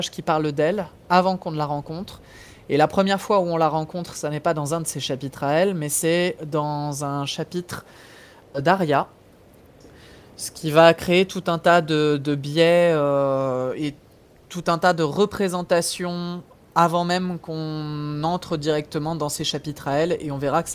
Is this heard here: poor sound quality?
no